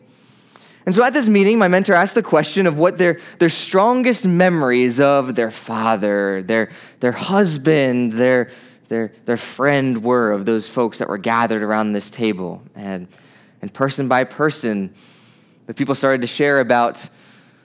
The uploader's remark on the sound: Preached at New Beginning Nazarene Church in Mt. Airy, MD.